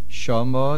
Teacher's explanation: Va shama, va, the vase is without a dogesh. Shama, the main accent is on the shin